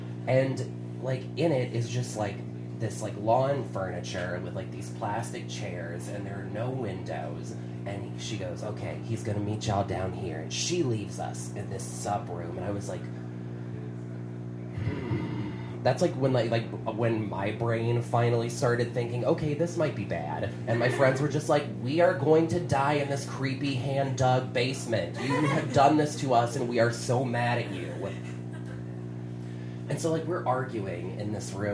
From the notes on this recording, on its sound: Live at Genuine Joe's